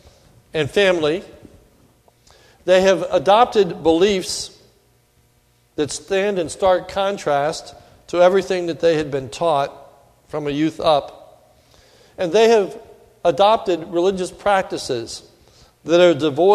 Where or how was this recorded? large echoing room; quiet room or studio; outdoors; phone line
large echoing room